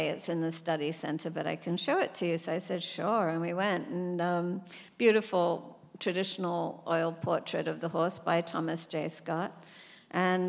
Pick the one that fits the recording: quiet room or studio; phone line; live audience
live audience